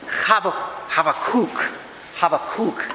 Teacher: The emphasis is on the last syllable, and one of the things I read was it's like saying have a cook.